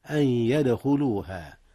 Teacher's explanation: ثم كلمة يدخلوها قلقلة في الدال